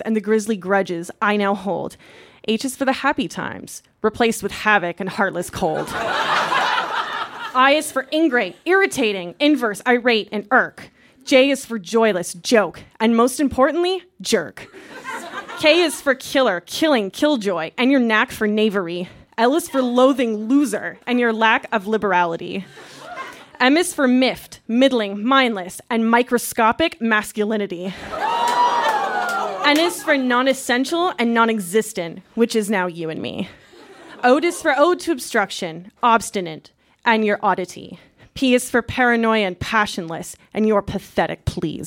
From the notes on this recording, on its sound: Recorded live at Phog Lounge in Windsor, ON.